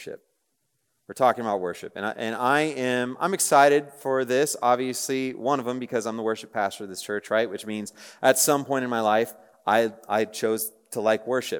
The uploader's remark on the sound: Message preached on April 20, 2023 at a Thursday Night Gathering of Coram Deo College Ministry.